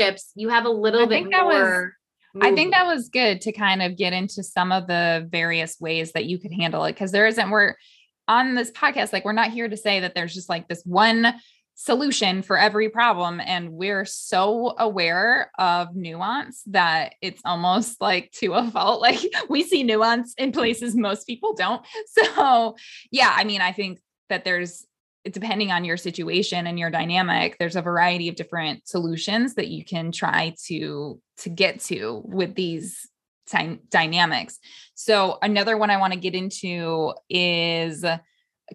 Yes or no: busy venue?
no